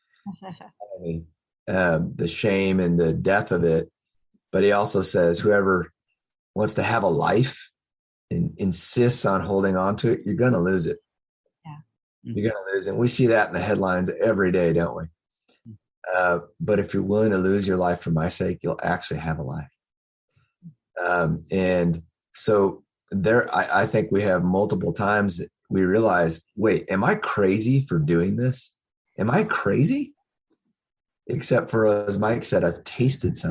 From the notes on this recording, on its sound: Believers Church’s ZOOM Q&A.